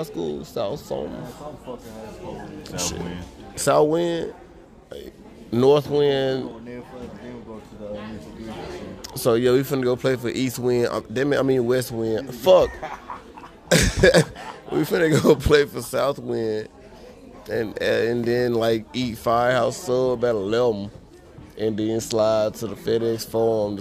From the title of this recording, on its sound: live from the FedEx forum